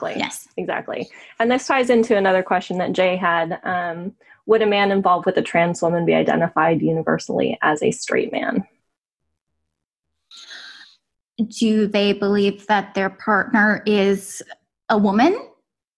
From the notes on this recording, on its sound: This was recorded June 11, 2020, as part of a series of Pride Month virtual panels hosted by Awesome Con and Rose City Comic Con. As part of a series of Pride Month virtual panels hosted by Awesome Con and Rose City Comic Con , part of LeftField Media.